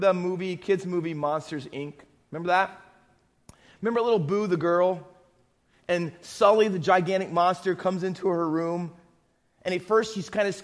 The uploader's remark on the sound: Faith Baptist Church in Hamilton, NJ.